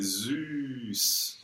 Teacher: Yeah, because I think people think of this SZ as a double consonant, but it's really a single consonant. It's a single consonant, and therefore you gotta have a long Ü